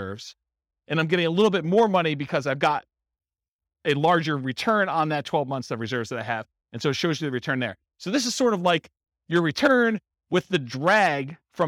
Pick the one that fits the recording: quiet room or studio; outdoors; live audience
live audience